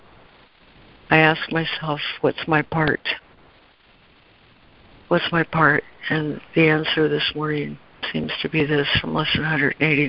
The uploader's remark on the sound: ACIM Daily Conference Call.